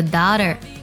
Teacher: 美式的发音当中呢，会将特转化成的的音，读作 daughter